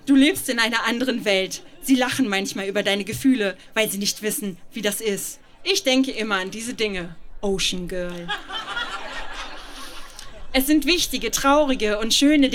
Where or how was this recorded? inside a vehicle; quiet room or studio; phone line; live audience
live audience